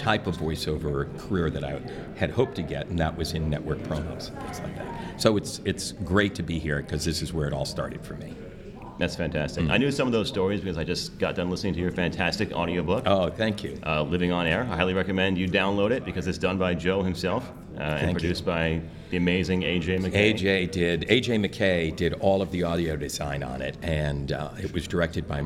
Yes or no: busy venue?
yes